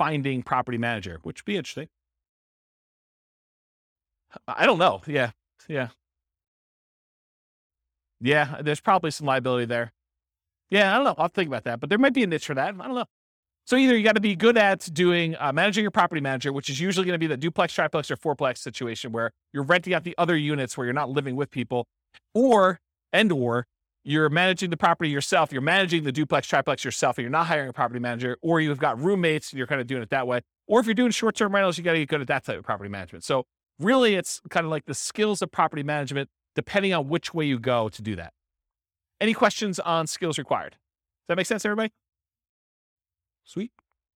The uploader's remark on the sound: This was a live class recorded